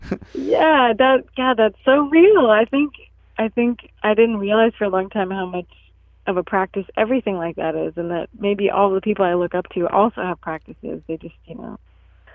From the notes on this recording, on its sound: by phone